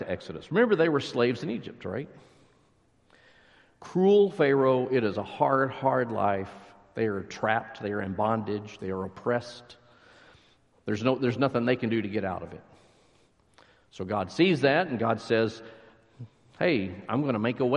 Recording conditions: large echoing room